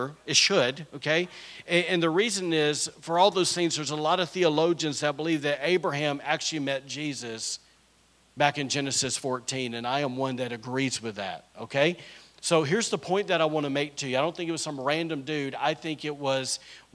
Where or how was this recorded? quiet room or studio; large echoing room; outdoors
large echoing room